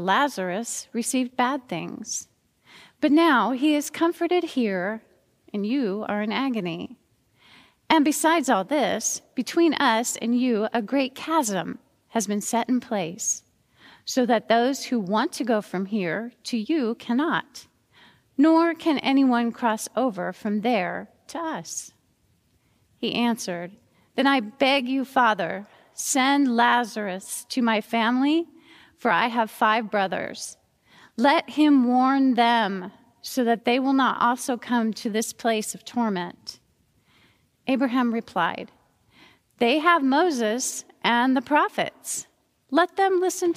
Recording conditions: large echoing room